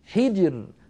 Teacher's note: هل في ذلك قسم لذي حجر، لاحظوا كلمة حجر، الراء ساكنة وقبلها الجيم ساكنة وقبلها الحاء مكسورة، إذن نرقق هذه الراء وكأنها ري، كأنها مكسورة